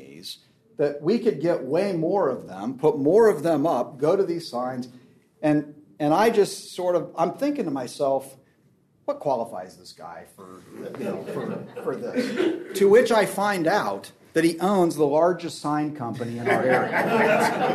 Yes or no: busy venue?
yes